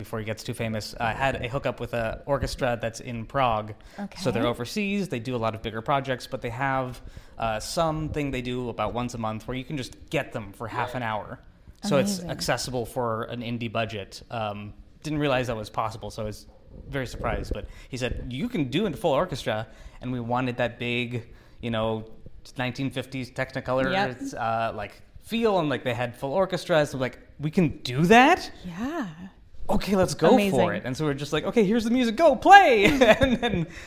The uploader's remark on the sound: We are live, on-location at the Broadwater for We Make Movies International Film Festival